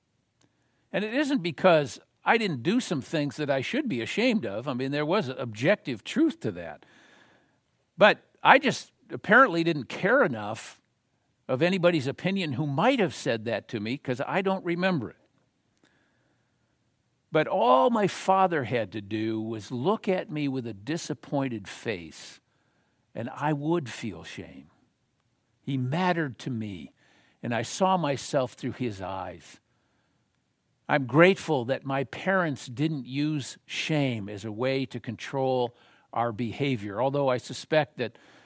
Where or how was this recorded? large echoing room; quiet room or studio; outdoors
large echoing room